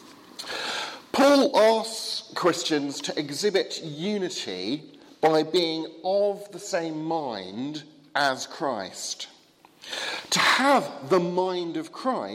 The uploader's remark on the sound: Sermon from the 8 am service at Highfield Church Southampton, Palm Sunday 2016.